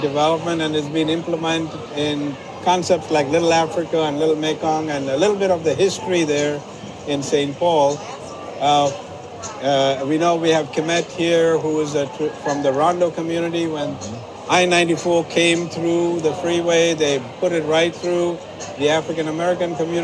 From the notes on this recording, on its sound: records LIVE on-site at the Minnesota State Fair at the first ever Cultural Destinations booth